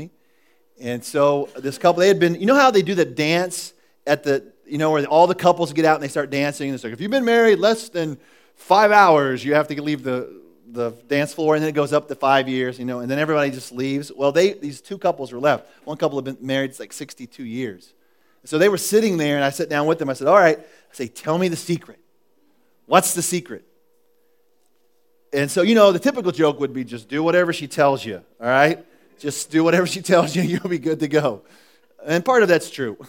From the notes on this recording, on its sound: was recorded at The Calling Community Church on July 13, 2014 in Platte City, Missouri